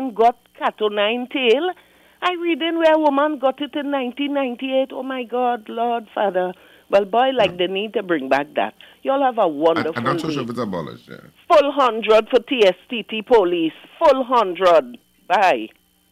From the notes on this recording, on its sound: we take more calls from the audience